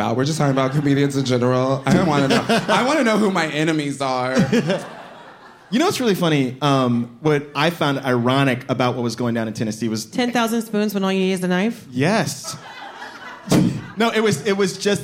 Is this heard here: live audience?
yes